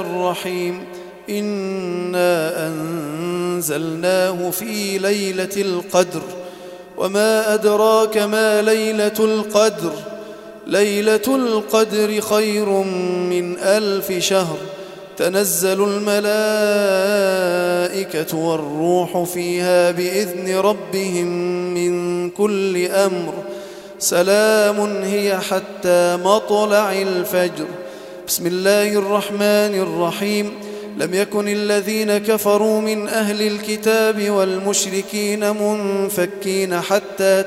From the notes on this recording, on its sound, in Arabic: تم تسجيل التلاوة من صلاة التهجد بمسجد الفاروق عمر بمدينة العبور